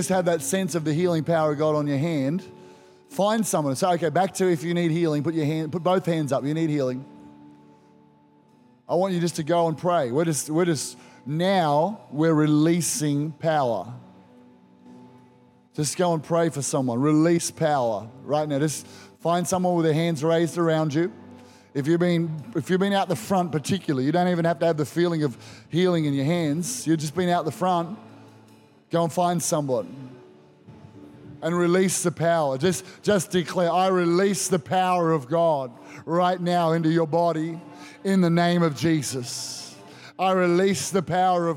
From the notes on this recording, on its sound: Recorded during our 5pm service on Sunday, the 21st of May 2023